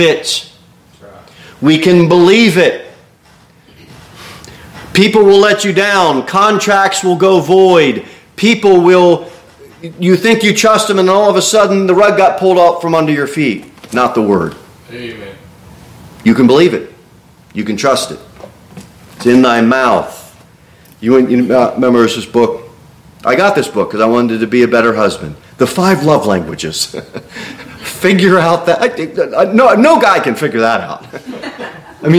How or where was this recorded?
large echoing room